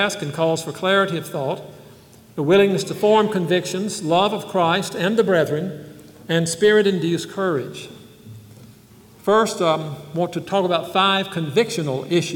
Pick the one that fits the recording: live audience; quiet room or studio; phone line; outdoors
live audience